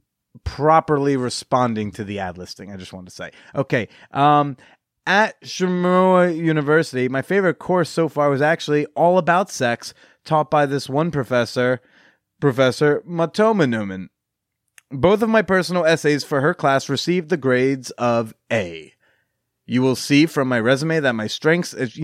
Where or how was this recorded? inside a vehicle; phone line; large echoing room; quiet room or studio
quiet room or studio